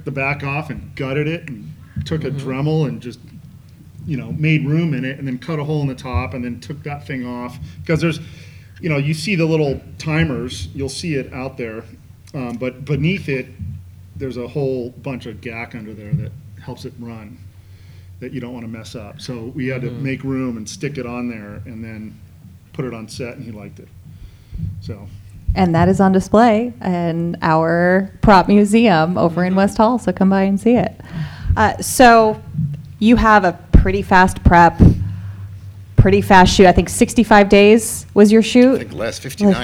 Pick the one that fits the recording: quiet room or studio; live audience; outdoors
live audience